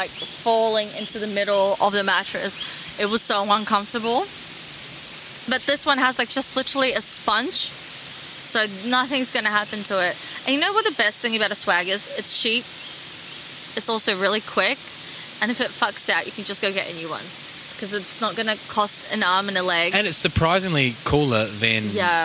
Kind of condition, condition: setting, outdoors